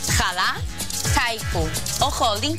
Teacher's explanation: Jalar, haiku o holding són estrangerismes inclosos al diccionari normatiu però mantenen la H aspirada.